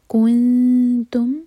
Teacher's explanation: جب نون پر پہنچے تو ہوتو کو پھیلا کر اخفا کریں